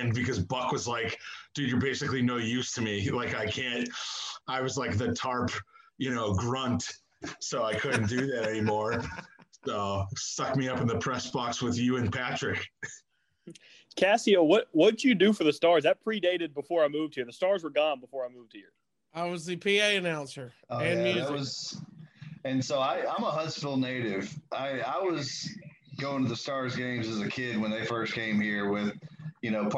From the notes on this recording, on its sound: Zoom Room Jamboree. Let's have a Zoom party!